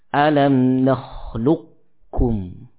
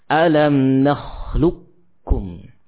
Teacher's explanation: kita membaca dengan idgham kamil, tidak diberikan sifat tafkhim ya. Langsung masuk kepada kaf dan dibaca dengan tipis. · Shown in: second take